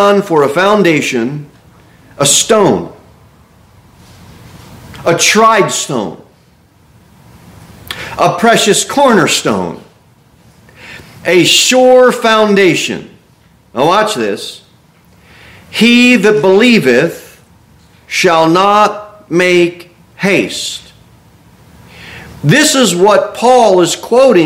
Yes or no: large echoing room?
yes